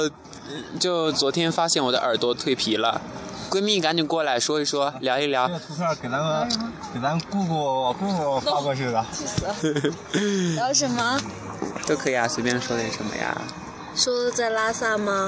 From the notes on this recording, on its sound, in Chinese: 西藏行 布达拉宫广场露天现场直播。